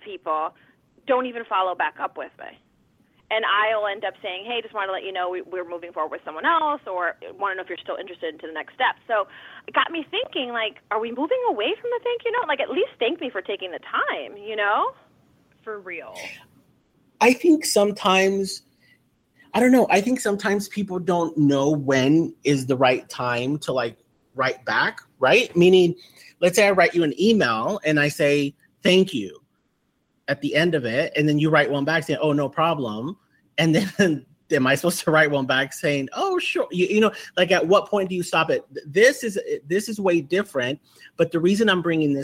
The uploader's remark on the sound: They will also have the phone lines open to callers who want to strike up a spark.